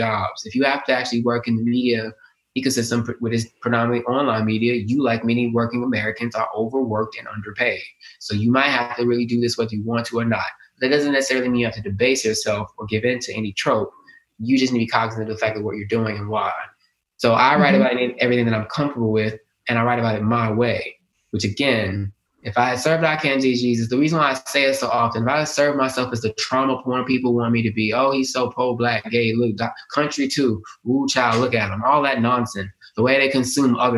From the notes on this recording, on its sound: The writer joined me live on Zoom